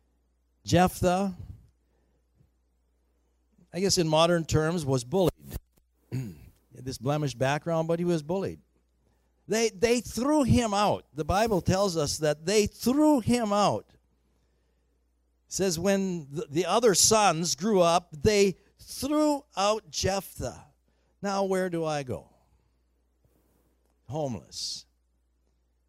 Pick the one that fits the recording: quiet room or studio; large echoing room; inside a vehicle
large echoing room